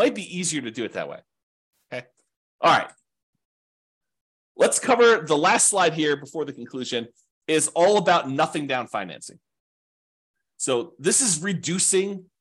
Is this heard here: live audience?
no